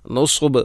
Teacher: കഅന്നഹും ഇലാ നുസുബിൻ, നുസുബ് സ്വാദിന് ബൊമ്മ്, സീനെ കൊണ്ടല്ല വായിക്കണം, നുസുബ് അല്ല, കഅന്നഹും ഇലാ നുസുബിൻ എന്നല്ല പറയേണ്ടത്, നുസുബ് സ്വാദ്, സ്വാദ് ഉച്ചരിക്കുമ്പോൾ നാവിൻ്റെ മധ്യഭാഗം അണ്ണാക്കിലോട് ചേർന്ന് വരണം